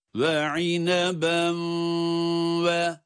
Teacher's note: İdgam sebebiyle, idgam ma'al gunne. Hem idgam yapıyoruz hem gunne sesini çıkarıyoruz.